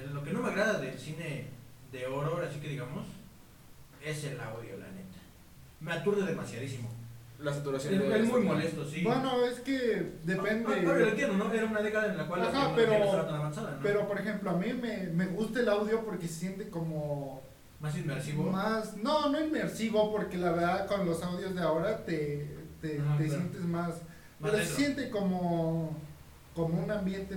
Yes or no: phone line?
no